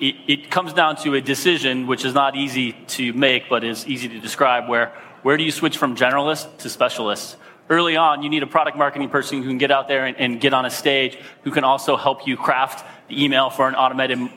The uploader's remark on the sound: Live from SaaStock18